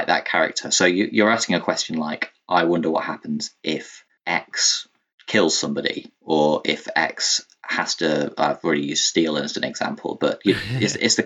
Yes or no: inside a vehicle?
no